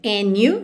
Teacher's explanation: a gente tem and you, juntando pelo N